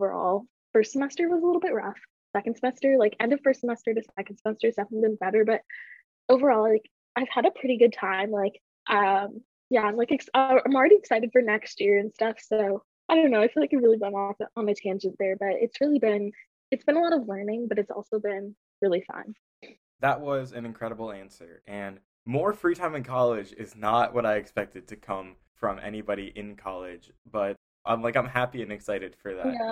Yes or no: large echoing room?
no